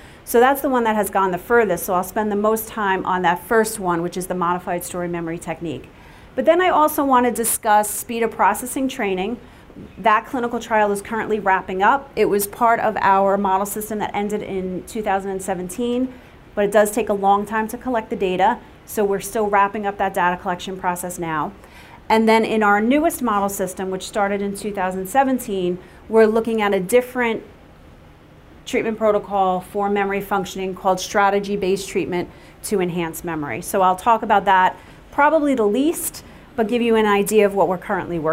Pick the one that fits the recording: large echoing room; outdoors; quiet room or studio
large echoing room